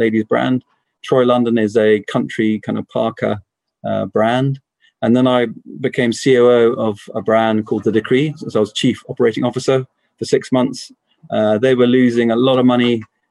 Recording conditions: video call